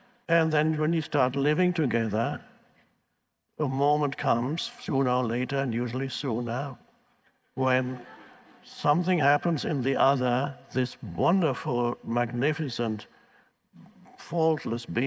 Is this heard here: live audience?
yes